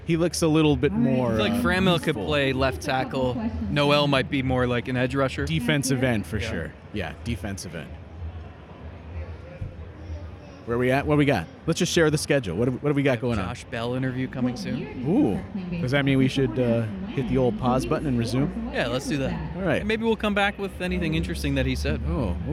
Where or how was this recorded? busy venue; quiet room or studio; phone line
busy venue